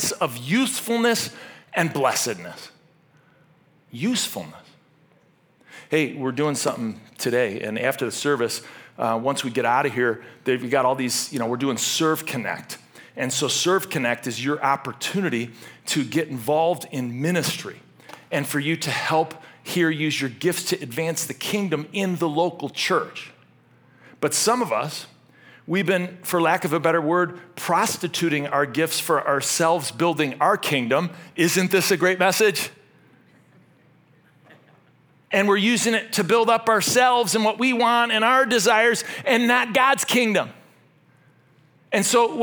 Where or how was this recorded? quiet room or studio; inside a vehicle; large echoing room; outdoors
large echoing room